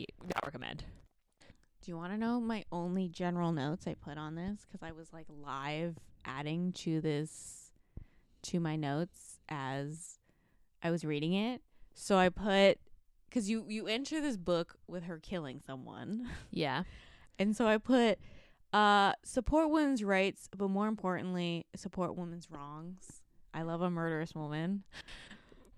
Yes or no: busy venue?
no